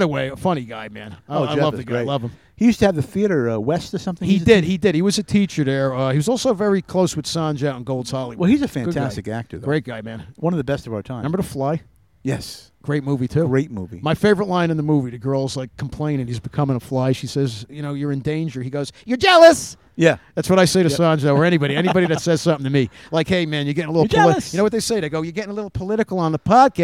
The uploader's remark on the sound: Live from Englewood Beach Florida! Make there way to Englewood Beach and do the the podcast from a gazebo.